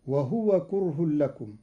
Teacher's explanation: قرأ قالون كلمة وهو بإسكان الهاء وهو جار على لسان العرب